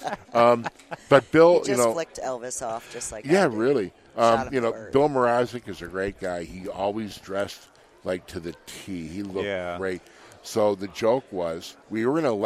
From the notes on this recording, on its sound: We set up in the Ivoclar Ballroom and recorded all weekend long. Inspiration from the Ivoclar Ballroom at Lab Day Chicago. We set up in the Ivoclar Ballroom and recorded all weekend long.